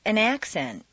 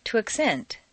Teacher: change the stress from the first syllable for nouns to the second syllable for verbs